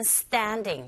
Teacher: 된소리 현상, t 소리 강하게 나고요